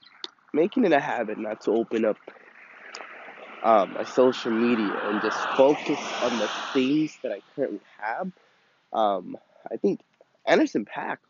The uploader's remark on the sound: Quick little recording of a thought I had reflected upon while walking my dogs.